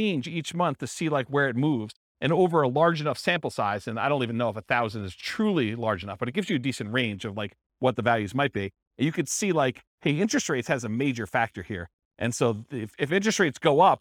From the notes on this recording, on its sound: This was a live class recorded